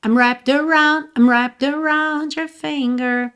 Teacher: esse I'm é muito sutil. Você praticamente ouve mesmo wrapped around your finger